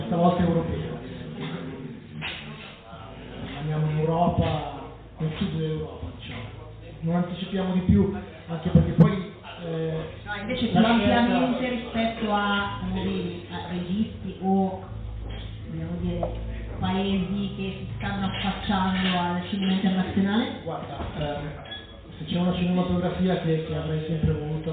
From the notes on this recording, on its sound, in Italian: Registrata live al Joshua Blues Club di Como. Ci scusiamo per la qualità dell'audio, ma è una sorta di bootleg della serata.